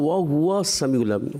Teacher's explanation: واو کی زبر کو آپ سین سے جلدی سے جوڑ دیں، ایسا محسوس نہ ہو کہ واو کی زبر الگ ہو رہی ہے